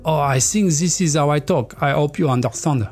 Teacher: So the H will disappear.